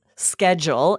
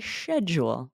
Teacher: schedule in the US with that hard K · Shown in: first take